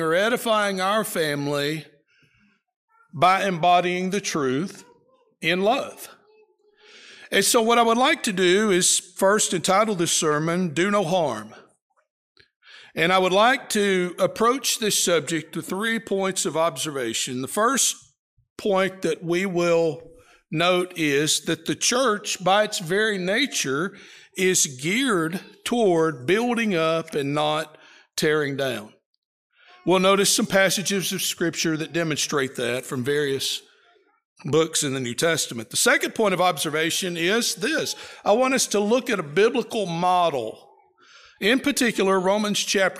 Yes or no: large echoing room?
yes